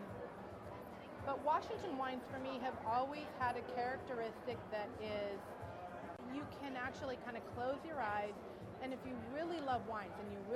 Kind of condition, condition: setting, busy venue